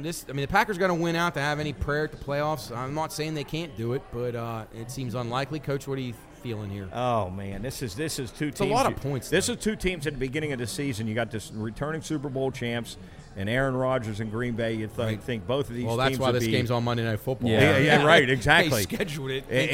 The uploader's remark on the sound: LIVE at Generations. LIVE on location.